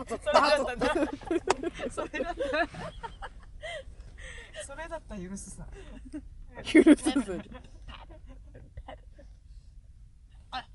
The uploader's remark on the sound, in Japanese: 今回はドライブ収録です！といっても停車した車のなかだから、。エンジン音うるさくなくて聞きやすいこと請け合い！